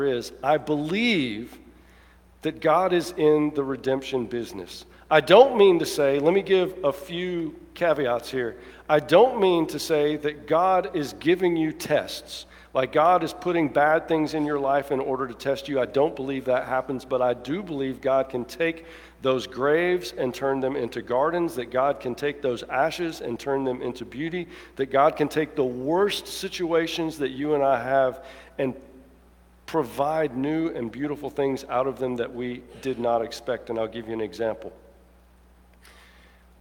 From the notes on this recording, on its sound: Preaches from Luke 1:26-38 at the 11:00 traditional service. Alabaster First United Methodist Church.